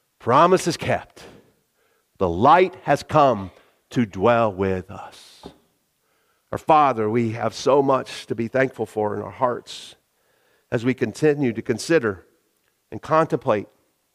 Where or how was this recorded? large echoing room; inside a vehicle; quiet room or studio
large echoing room